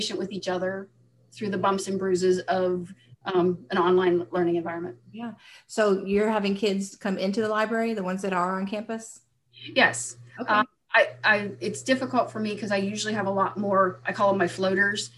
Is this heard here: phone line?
no